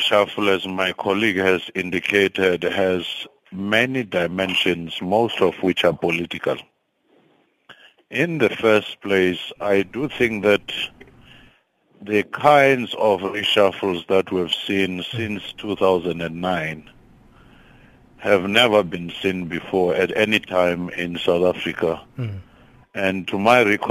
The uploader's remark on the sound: we are joined on the line